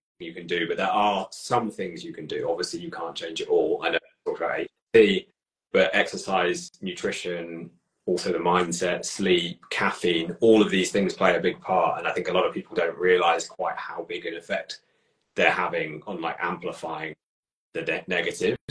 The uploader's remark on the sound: joined me for an Instagram Live